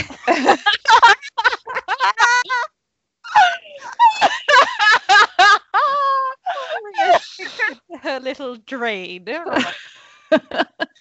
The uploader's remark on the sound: This episode was recorded via Skype due to lockdown